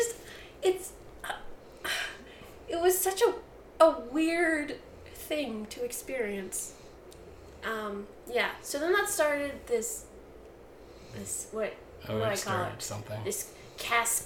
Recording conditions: sounds in the background